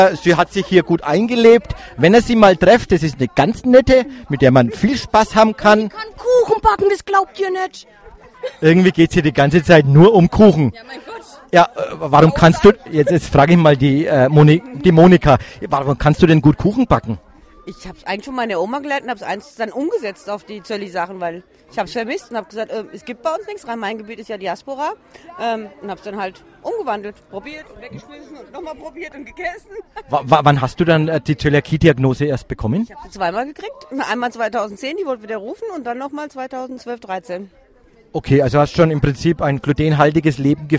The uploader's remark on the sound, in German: Live aus dem Restaurant Noglla in Wiesbaden, Interviews mit den Teilnehmern.